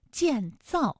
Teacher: 建这个字呢可以读得轻一些，造呢就重一些 · Term: 轻重格式